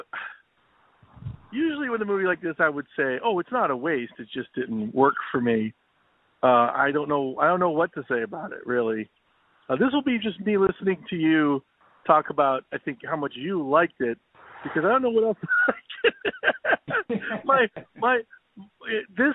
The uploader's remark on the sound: A special phonesode!